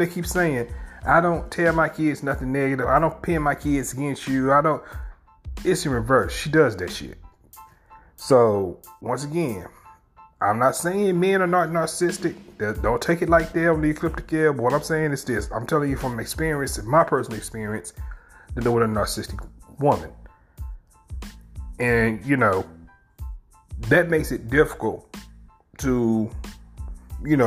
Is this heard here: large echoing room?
no